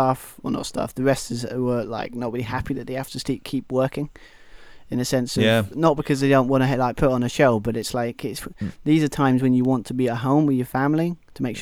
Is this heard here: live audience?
no